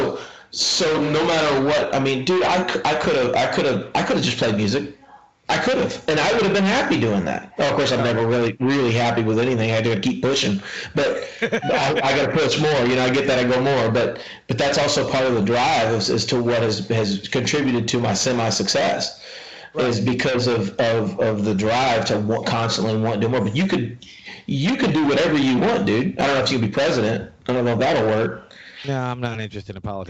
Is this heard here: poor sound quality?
yes